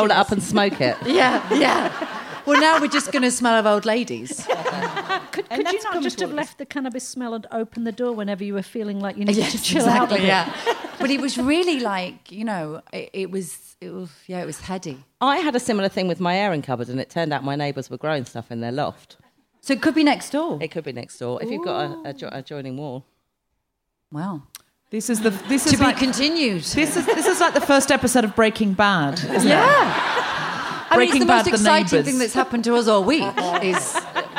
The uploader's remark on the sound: Recorded at Leicester Square Theatre on December 14, 2017.